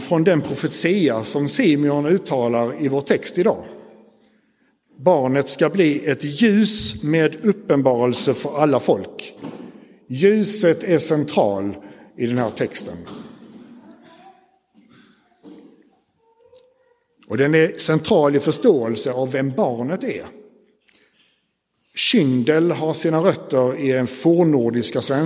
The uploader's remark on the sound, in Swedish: Inspelad i Roseniuskyrkan den 4 februari 2024.